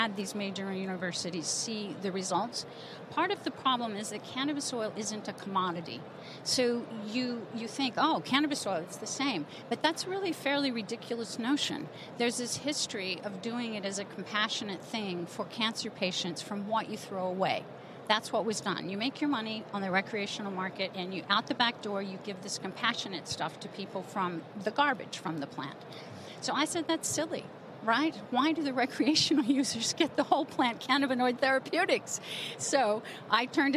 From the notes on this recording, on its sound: From the floors of the A4M Conference in Las Vegas.